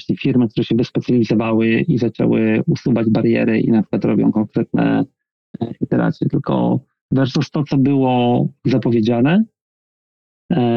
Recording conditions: video call